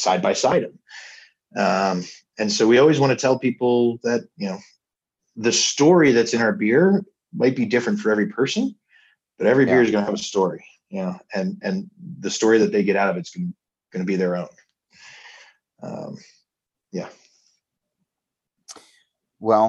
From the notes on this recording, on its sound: recorded over zoom